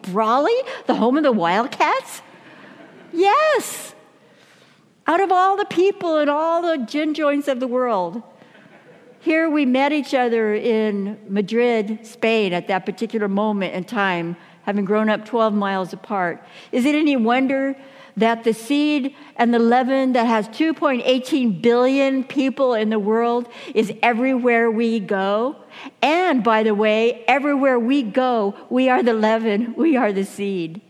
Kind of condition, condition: setting, live audience